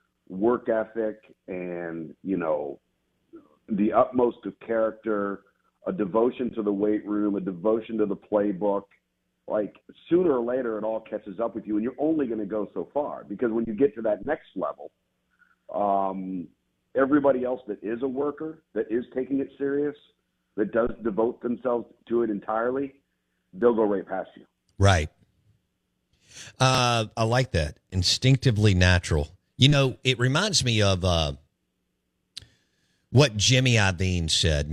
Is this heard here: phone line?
yes